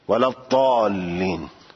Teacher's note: زاد از چسبیدن زبان به سقف دهان شنیده میشه